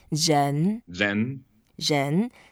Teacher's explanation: And you have the zh sound. 人, second tone, go up slightly.